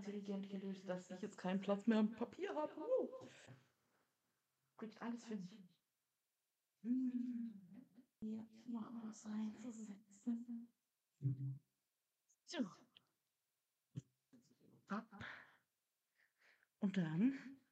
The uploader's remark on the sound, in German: Wir entschuldigen uns für die Qualität der Aufnahme.